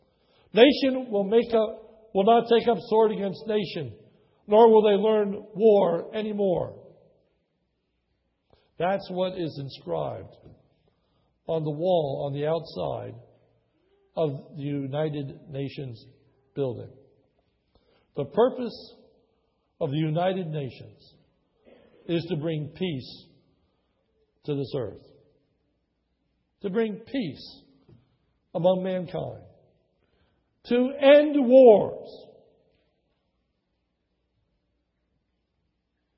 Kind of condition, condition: setting, large echoing room